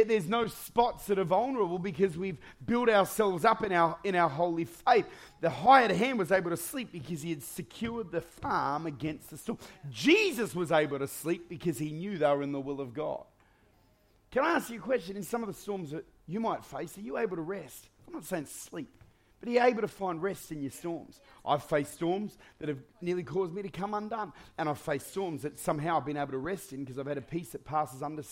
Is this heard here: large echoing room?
yes